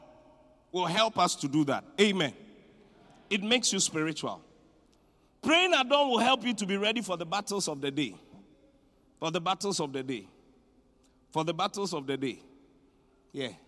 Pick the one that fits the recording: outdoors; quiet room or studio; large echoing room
large echoing room